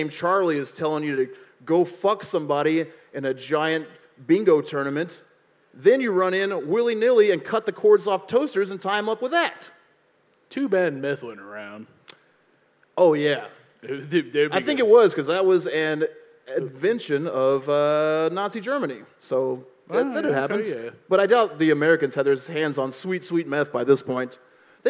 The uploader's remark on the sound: This live episode from deep in the heart of Texas.